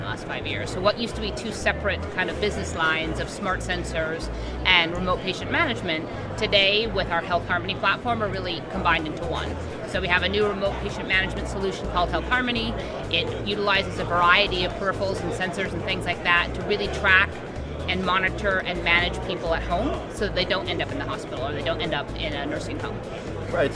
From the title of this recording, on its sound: LIVE from #HiMSS16